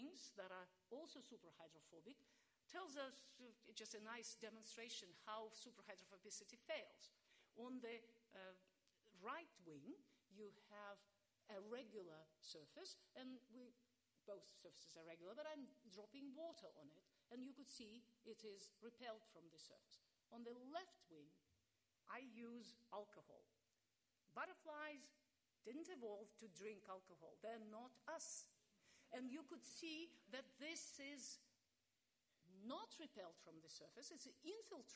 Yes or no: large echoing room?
yes